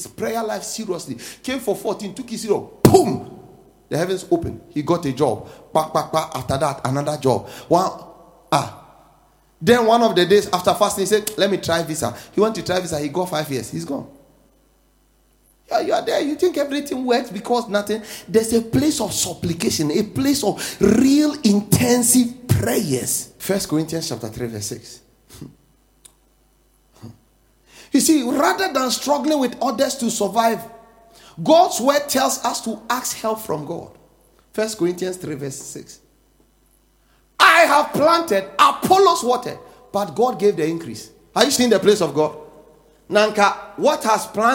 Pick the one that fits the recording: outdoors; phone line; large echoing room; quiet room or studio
large echoing room